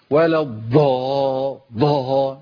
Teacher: يريح على الضاد المشددة دي ويعمل عليها نبر جامد قوي، يقول مثلا ولا ضا، كانوا بيعمل انفجار في الضاد، ولا ضا ضا، ايه يا عم؟